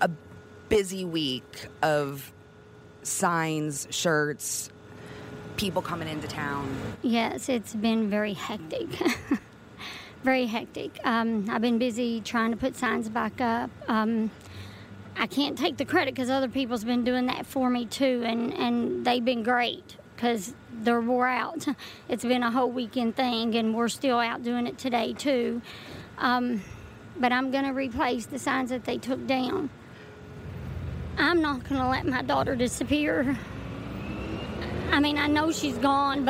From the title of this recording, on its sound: Live Update from the Kentucky Bourbon Festival